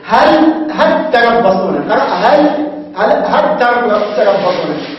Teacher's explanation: أدغم اللام أيضا أدغمها في التاء الأولى والتاء الأولى أدغمها في التاء الثانية